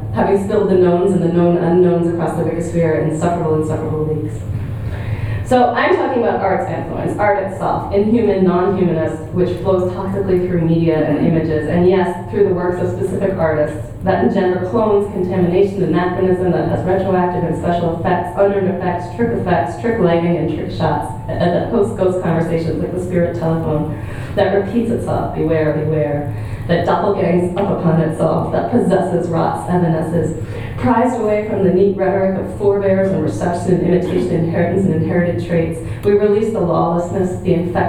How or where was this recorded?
live audience